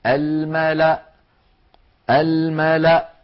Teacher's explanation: ويوقف عليها بهمزة ساكنة الملأ الملأ هكذا، ولا تنطق الواو التي هي كرسي للهمزة، ولا تنطق الألف التي بعدها.